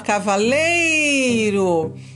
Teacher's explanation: Então eu já sei que o lei é uma sílaba tônica.